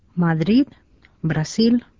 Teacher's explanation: Kun sana päättyy muuhun konsonanttiin kuin n-ään tai s-ään, paino on viimeisellä tavulla.